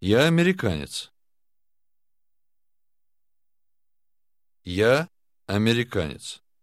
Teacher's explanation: The words I and American seem to run together